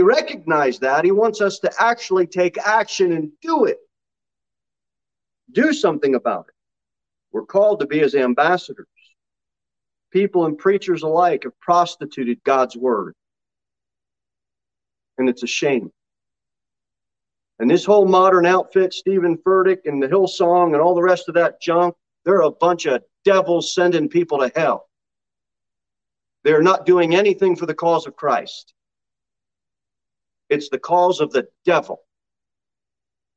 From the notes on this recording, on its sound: Sermon delivered at Pilgrim Baptist Church in Cookeville, TN. Jere Whitson Rd.